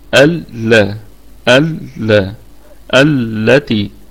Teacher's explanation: طيب، التي ألا الهمزة همزة وصل طبعا، تثبت في البدء وتسقط في الوصل، واللام لام شمسية مدغمة، وعلة الإدغام هنا التماثل لأنها مدغمة في مثلها. ألا ألا التي، يعني عندنا لميان أدغمت لام في أختها.